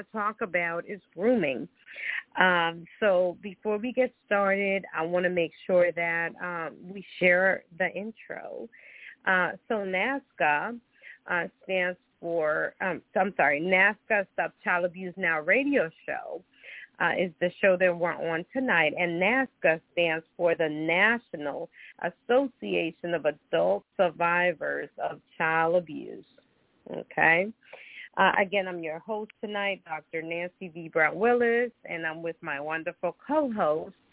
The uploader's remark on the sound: Those who call in will form a panel